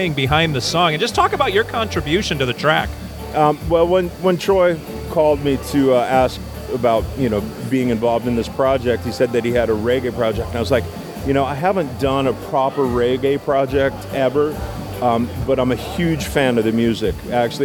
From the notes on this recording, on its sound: That's how I'll upload the audio from interviews conducted at the video recording. Pardon the background noise--there was a LOT going on in the production studio during the event!